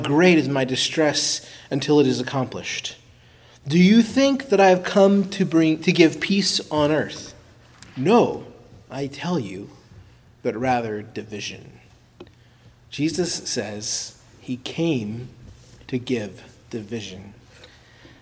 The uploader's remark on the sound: preached at Christ Our Savior Baptist Church